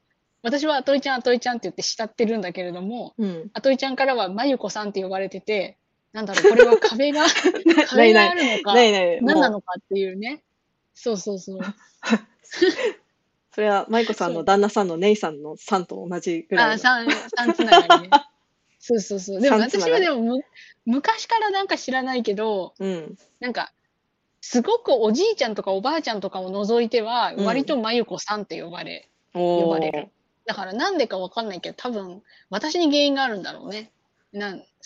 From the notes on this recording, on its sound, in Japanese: 遠隔収録。